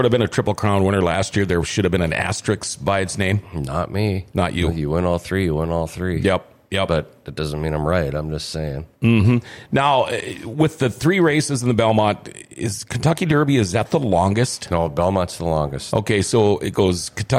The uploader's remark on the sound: Rumors Sports Bar & Casino's big Kentucky Derby Party. Grandforksnd.